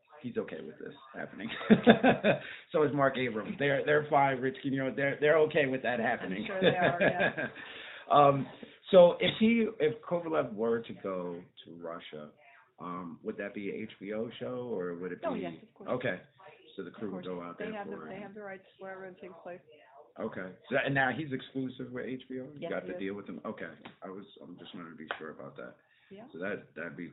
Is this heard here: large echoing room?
no